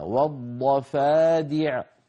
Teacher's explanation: الدال التي بعد الفاء والضفادع لا بد من ترقيقها